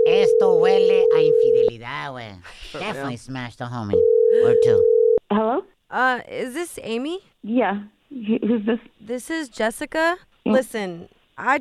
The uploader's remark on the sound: We opened up the phone lines.